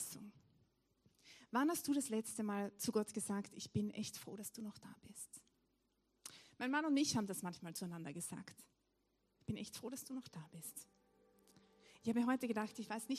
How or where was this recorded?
large echoing room